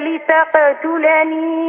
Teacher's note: القاف الأولى بتاعت قال لأقتلنك أنت ما قلقلتهاش، مع العلم أنت قلقلت القاف بتاعت يدك لتقتلني